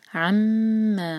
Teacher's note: عم عین کو حلق سے اور میم پر شدہ ہے تو میم پر غنہ، میم کو پہلے دو سیکنڈز ہولڈ کریں گے پھر دو سیکنڈز سٹریچ کریں گے